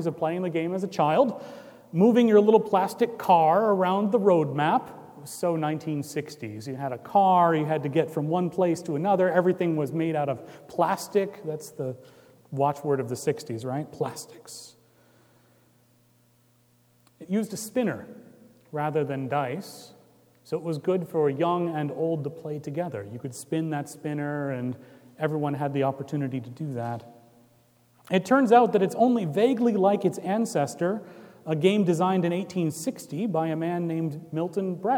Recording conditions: large echoing room